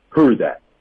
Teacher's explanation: 最后一个字母 D 失去爆破